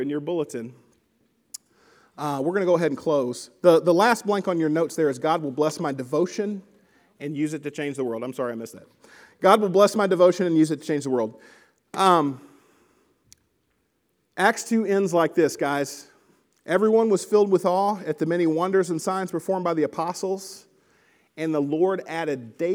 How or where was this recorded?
large echoing room